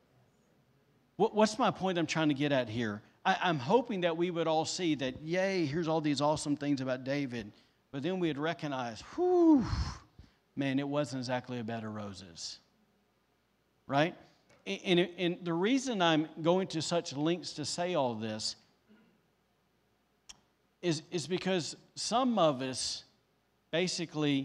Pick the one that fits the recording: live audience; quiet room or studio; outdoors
live audience